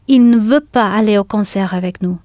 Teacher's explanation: Very often, in spoken French, the il and the ne are pronounced really close together, il, which means you can barely hear the ne